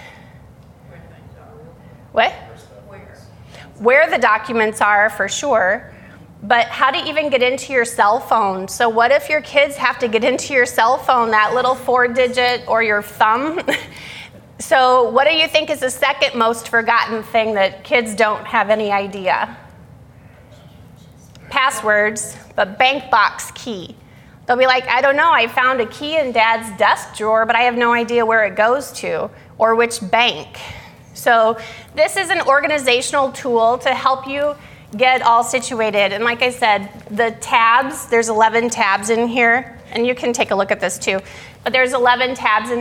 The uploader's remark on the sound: Today's podcast is a session that was recorded from our Alzheimer's and Dementia seminar held here at McGregor Baptist Church on February 19th, 2022.